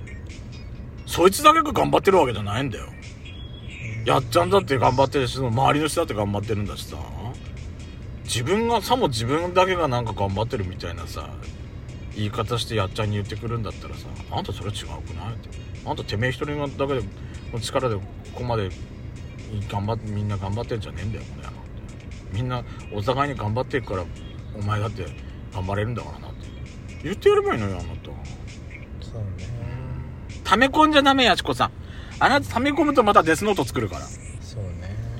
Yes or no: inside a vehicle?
yes